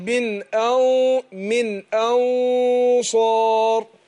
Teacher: نون في كلمة أنصار نون ساكنة، هنخفيها عند الصاد، بس الصاد حرف مفخم، فبفخم الغنة